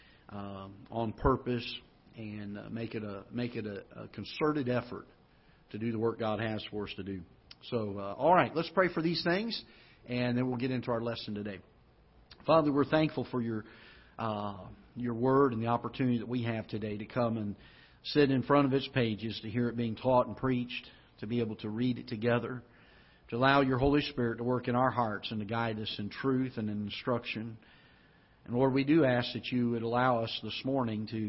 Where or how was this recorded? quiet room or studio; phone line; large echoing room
large echoing room